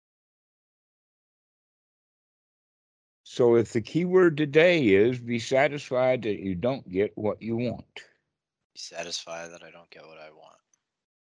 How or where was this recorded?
video call